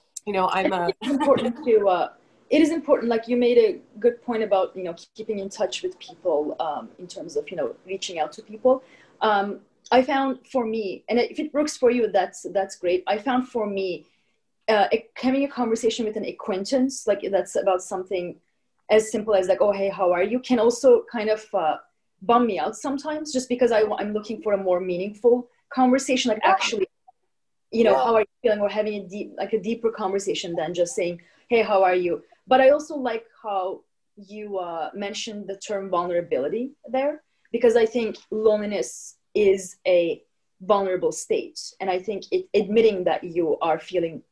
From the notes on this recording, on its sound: Editing our zoom podcast.